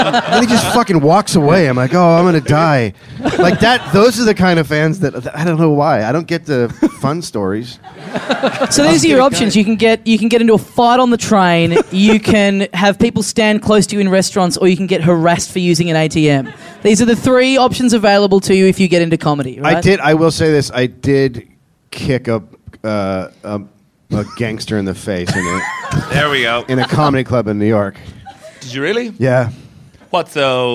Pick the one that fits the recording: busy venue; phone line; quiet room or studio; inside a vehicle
busy venue